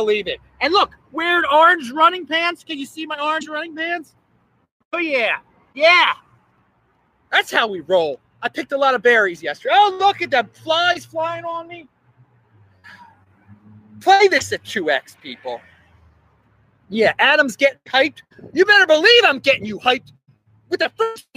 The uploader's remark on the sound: I am outside live! Recorded in Adelaide, Australia!